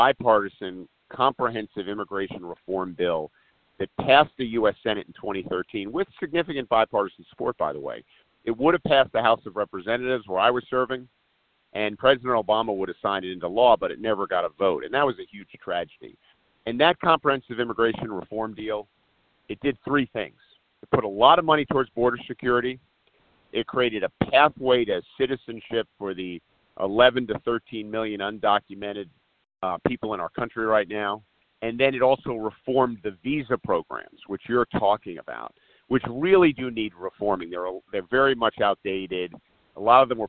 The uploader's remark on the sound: Solutions 2020 conference call